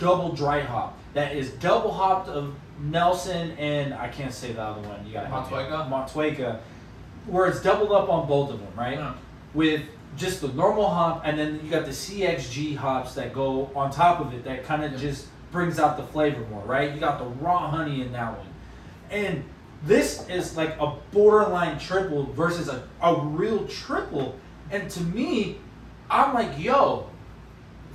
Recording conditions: phone or laptop microphone